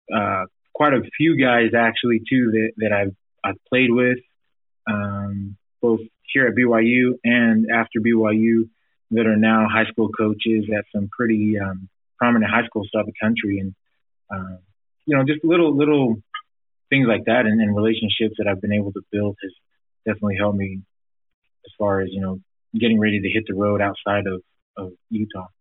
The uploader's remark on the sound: teleconference with the media were played